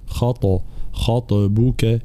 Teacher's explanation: ثم الطاء مفخمة ومقلقلة، فلا بد من بيان قلقلة الطاء